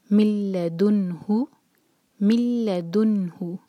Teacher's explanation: ہم پڑھیں گے مل مل دن ہو، یہاں پر دال کے دمہ کے بعد جو نون ہے اس پر سکون، سکون کی پہچان ہے یہاں پر ہمیں اظہار کرنا ہے، اظہار مطلب نون کی آواز کو کلیئر پڑھنا ہے اور ہولڈ نہیں کرنا